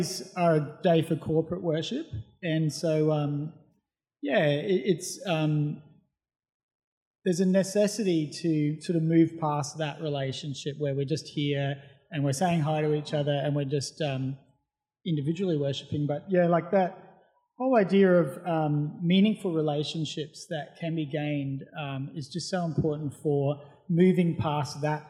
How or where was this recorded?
large echoing room